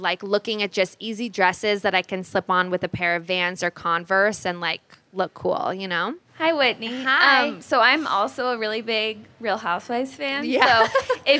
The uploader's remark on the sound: We recorded a LIVE episode. At The Grove (an outdoor mall here in LA)!!